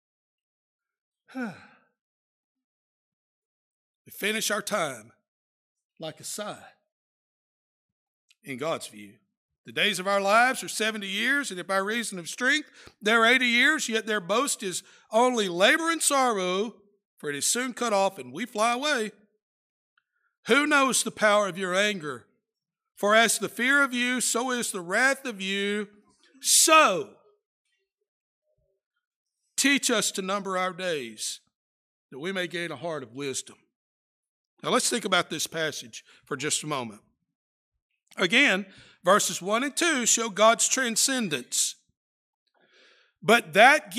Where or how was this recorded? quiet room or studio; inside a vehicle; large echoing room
large echoing room